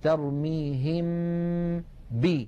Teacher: لما نبدأ بنطق الباء لا غنة في هذه الباء، بل الغنة باقية في الحرف الأول وهو الميم · Term: الإخفاء